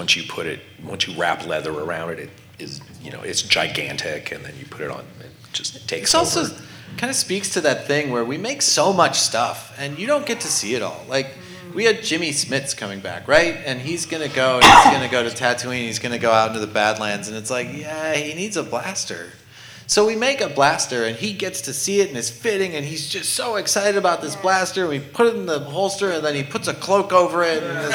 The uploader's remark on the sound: Recorded Live from LA Comic Con 2023. Recorded LIVE from the LA Convention Center at LA Comic Con 2023.